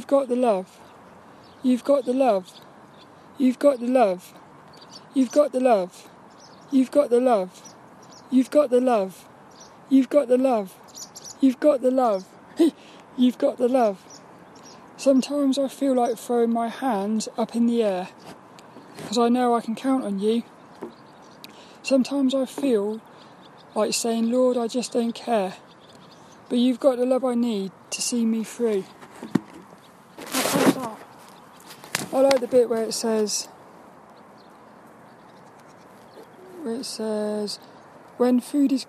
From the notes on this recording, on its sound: Walk and Talk. There were lots of birds out playing.